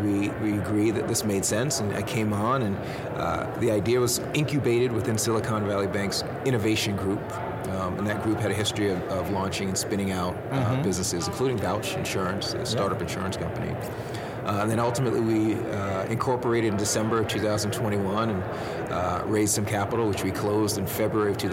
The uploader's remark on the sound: LIVE FROM MONEY 20/20